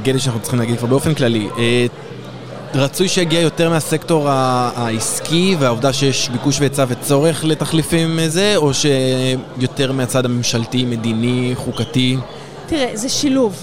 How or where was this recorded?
busy venue